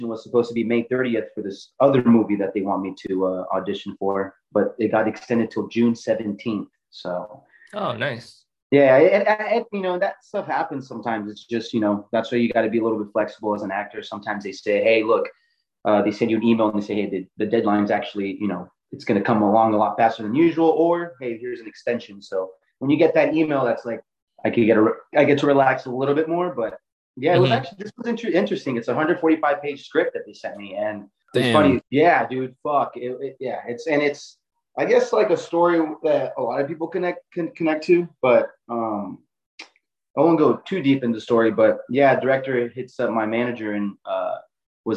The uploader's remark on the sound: Zoom is plagued with technical issues but we persist